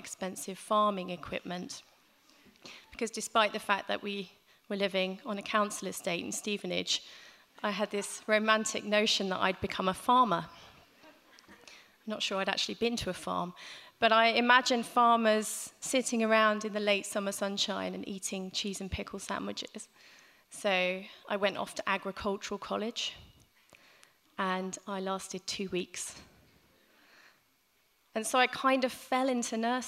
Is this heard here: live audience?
yes